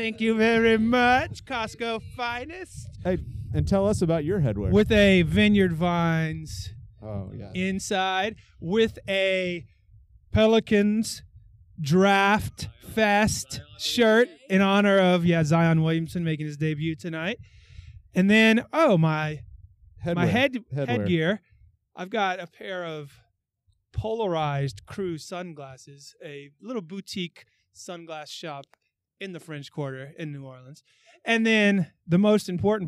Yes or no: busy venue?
yes